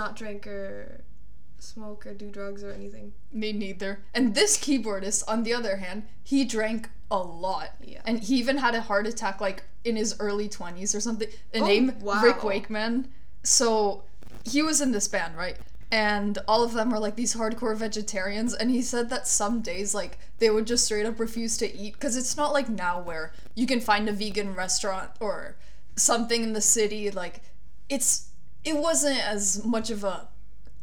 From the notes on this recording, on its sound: Warning for a slightly fuzzy audio...don't know how to fix that...